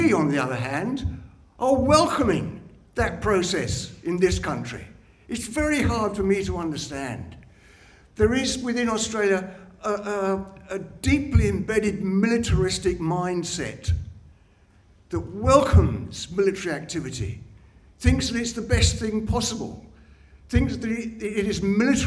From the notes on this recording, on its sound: This week, we present to you the audio from our most recent event. Co-hosted by the Justice and Peace Office and the Independent and Peaceful Australia Network (IPAN). The discussion panel featured two keynote speakers.